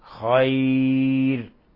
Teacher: وقفنا على الراء بالترقيق لأن هذه الراء سكنت وقبلها ياء خير، فترقق الراء حالة الوقف عليها.